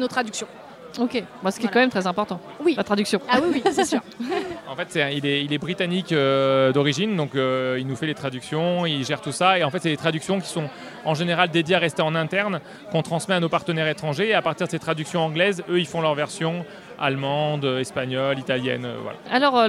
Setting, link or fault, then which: setting, busy venue